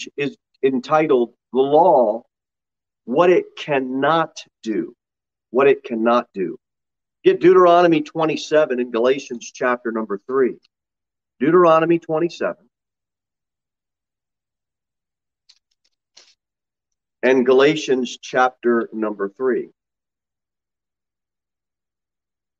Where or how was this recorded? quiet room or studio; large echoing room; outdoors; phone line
large echoing room